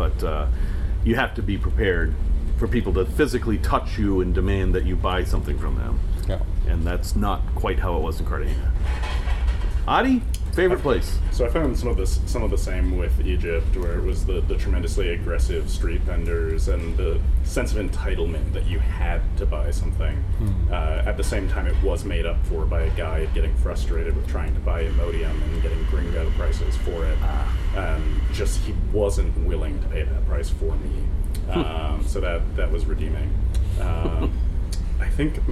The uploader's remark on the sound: LIVE from Off the Coast of Panama. We're off the shore of Panama in a 90,000 lb van!